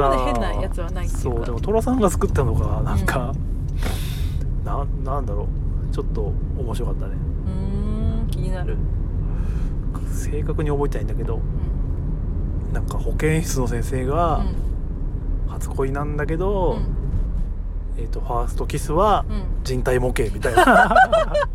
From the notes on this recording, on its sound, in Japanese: 2023年10月の群馬県館林たぬきゲーム会で遊んできた帰りの車内での収録